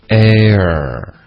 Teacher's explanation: 怎么样都会，美式的发音都会卷舌